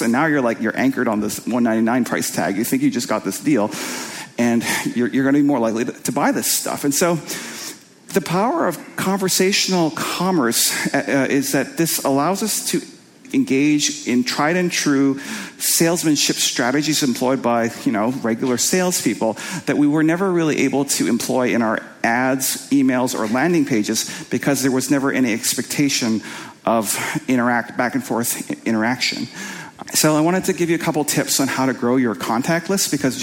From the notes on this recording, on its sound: presentation from the Marketing School Live event in Los Angeles